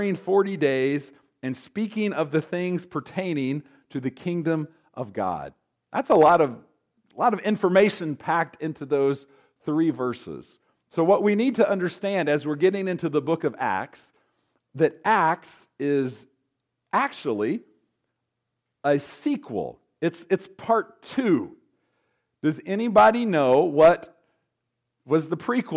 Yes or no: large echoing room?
yes